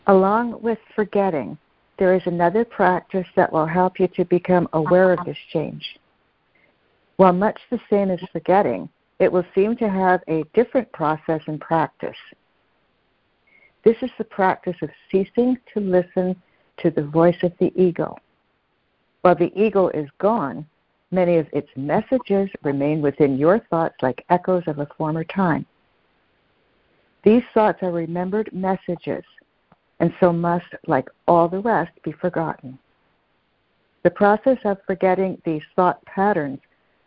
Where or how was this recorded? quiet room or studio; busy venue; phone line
phone line